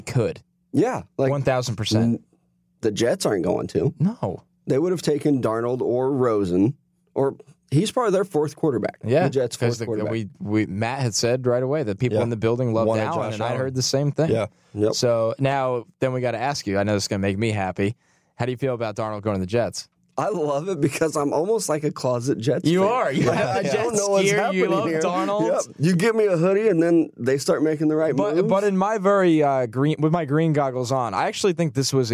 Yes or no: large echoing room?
no